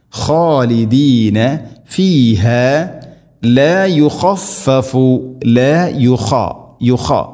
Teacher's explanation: ഖ ഹെവി ലെറ്ററാണ്, ഇസ്തിഇലാന്റെ അഥവാ സ്വരഭാരത്തിൽ ഉച്ചരിക്കേണ്ട അക്ഷരമാണ്